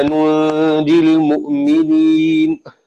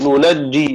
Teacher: التوجيه، قرأ الكسائي وحفص كذلك حقا علينا ننجي المؤمنين، خفيفة يعني بدون تشديد، وقرأ الباقون بالتشديد ننجي